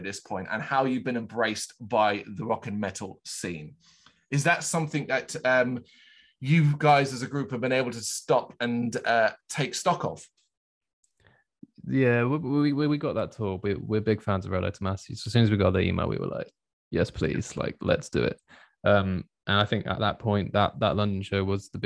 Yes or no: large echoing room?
no